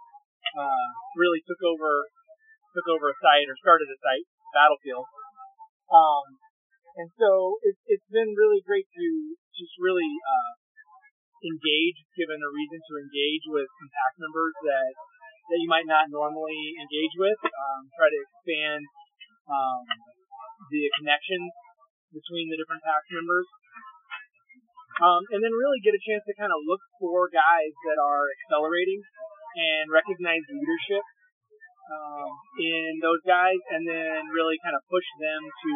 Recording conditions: background noise